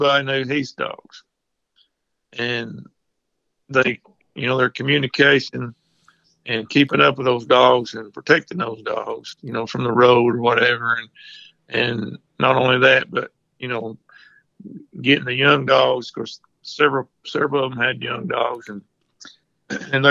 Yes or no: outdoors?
no